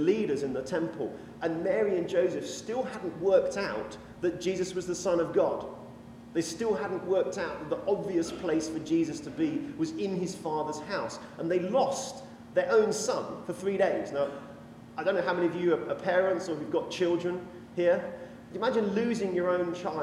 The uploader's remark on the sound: This sermon was preached when we were invited to speak at a 'mental health sunday' at a fairly traditional anglican church in yorkshire.